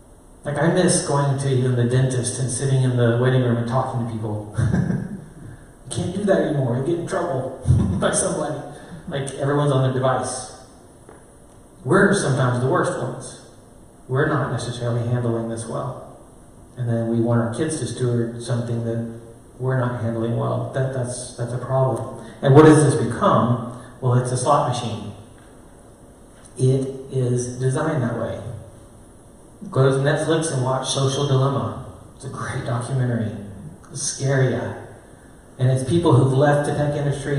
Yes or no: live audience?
yes